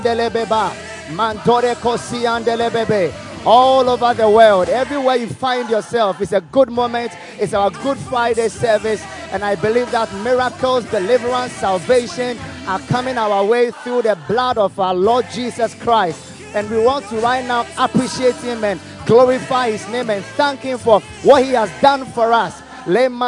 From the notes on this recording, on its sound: Preached at the FLOW Good Friday Service.